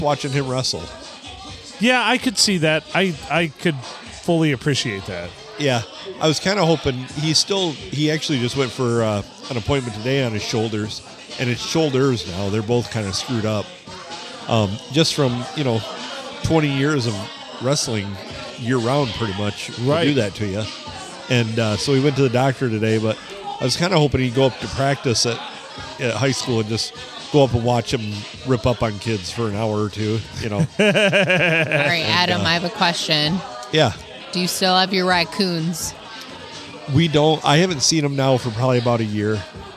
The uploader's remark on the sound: Recorded at the STD, where the music just kept getting louder and louder.